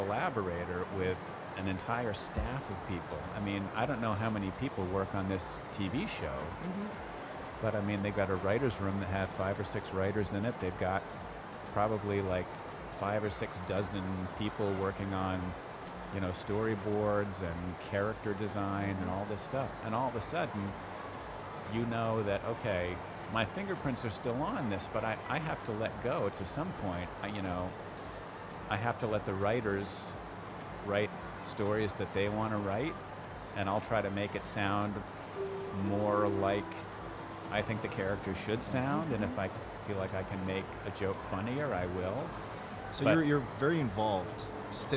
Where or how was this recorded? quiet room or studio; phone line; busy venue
busy venue